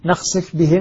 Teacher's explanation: يدغم الفاء في الباء